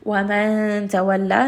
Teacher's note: وَمَنْ تَوَلَّى this is going to be إِخْفَى. We are hiding the noon sound with the مخرج of the letter ta.